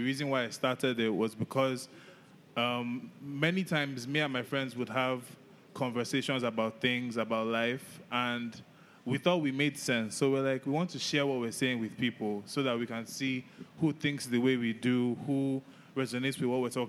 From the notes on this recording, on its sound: Our first-ever live show was such an amazing experience and we were honoured to be given this platform at Social Media Week Lagos